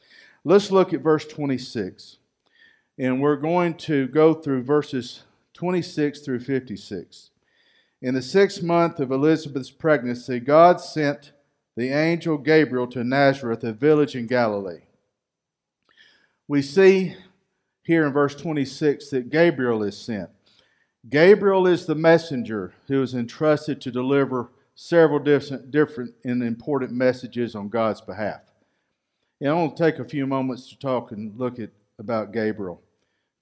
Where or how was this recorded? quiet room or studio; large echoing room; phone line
large echoing room